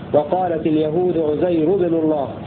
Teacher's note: وقرأ الباقون بضمة واحدة بدون تنوين على أنه اسم ممنوع من الصرف هكذا وقالت اليهود عزير ابن الله.